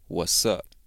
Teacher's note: Another way, which is even faster and less formal, is by making the T basically disappear in the phrase what's up